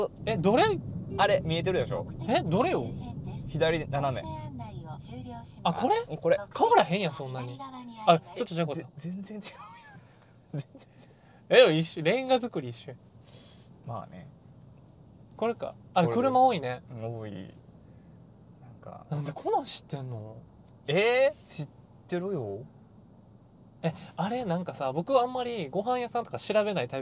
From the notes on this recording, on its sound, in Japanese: 今回はドライブしながら収録しました!!車内の会話を盗み聞きする感覚で聴いてみてください。